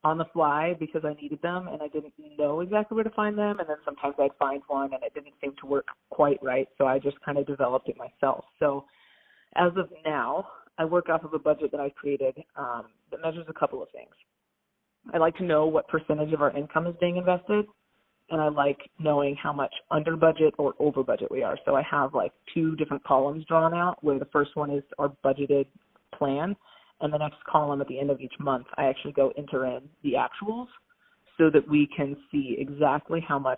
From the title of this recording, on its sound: Phone Audio